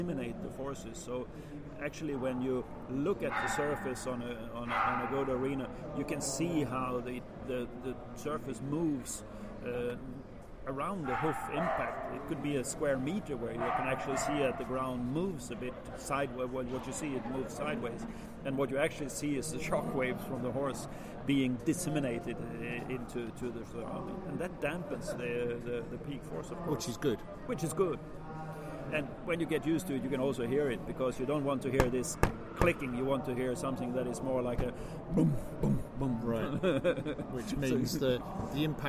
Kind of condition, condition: fault, background noise